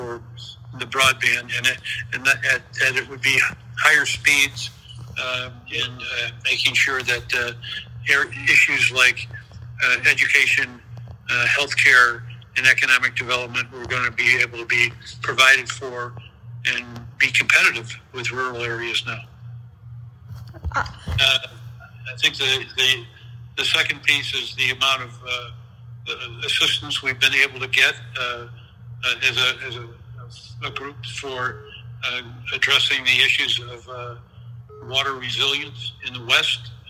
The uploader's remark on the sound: This interview was recorded on speaker phone so please be aware of the lower sound quality.